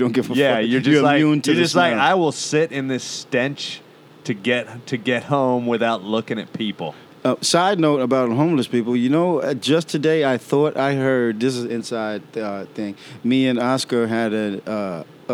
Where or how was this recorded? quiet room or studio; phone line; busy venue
busy venue